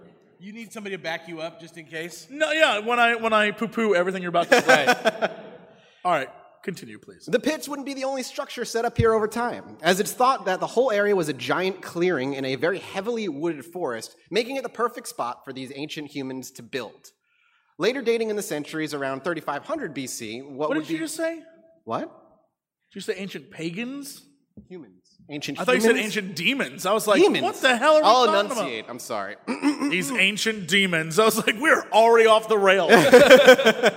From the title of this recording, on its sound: LIVE At CoxCon 2019